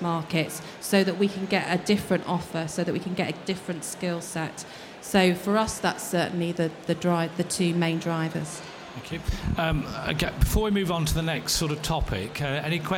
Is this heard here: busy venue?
yes